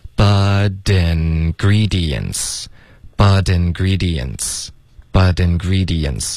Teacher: But 跟 ingredients 我们得连读，然后也得浊化